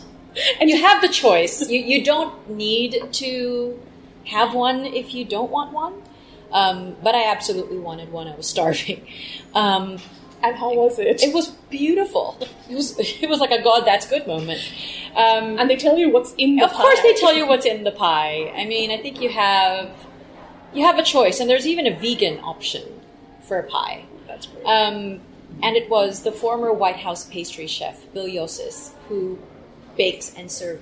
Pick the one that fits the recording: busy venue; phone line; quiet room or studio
busy venue